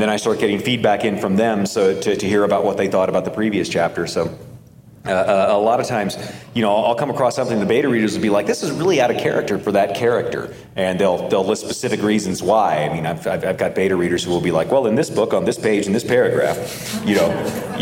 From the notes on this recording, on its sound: Joined us at NASFIC for a discussion. This episode was recorded before a live audience.